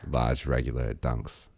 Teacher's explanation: East Coast accents where the R is being dropped, is that the nature of the accent is a laziness to not pronounce the R's.